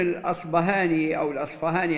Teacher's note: والأصفهاني ابن خيرون هذا نسبة إلى أصفهان التي هي بلد أصله، وربما جاءت في بعض الكتب الأصبهاني، وهذا جائز وهذا جائز، لأن الباء المهموسة التي هي تعرف بالباء الفارسية كما هي في اللغات الأوروبية، العرب يتصرفون فيها بإبدالها إما باء مجهورة كما في الأصبهاني أو فاء. وبعض أهل العلم ينسبون إبدالها باء إلى أهل المغرب وإبدالها فاء عند المشارقة.